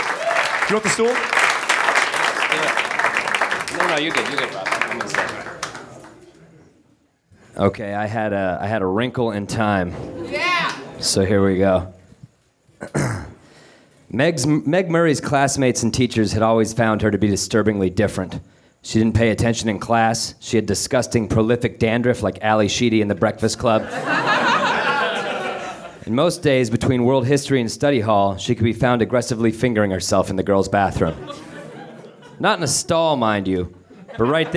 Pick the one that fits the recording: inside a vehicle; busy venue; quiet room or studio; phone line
busy venue